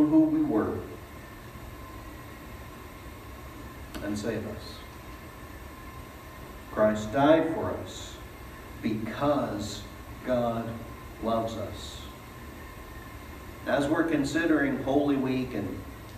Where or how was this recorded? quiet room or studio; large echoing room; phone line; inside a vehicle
large echoing room